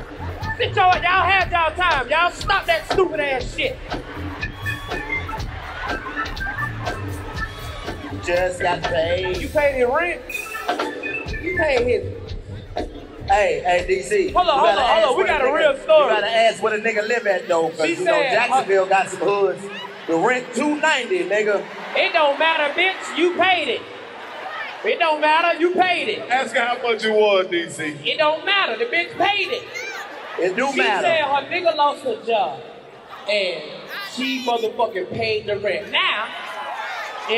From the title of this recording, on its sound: Live From The Jacksonville Arena